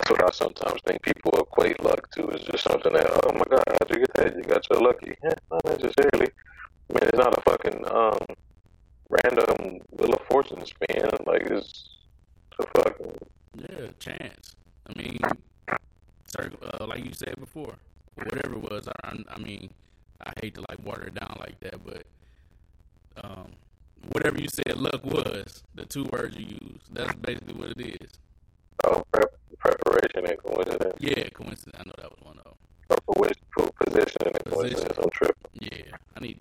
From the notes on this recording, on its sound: The Terrible Bad Horrible Quality of The Sike Ward. Once again we experienced technical difficulties.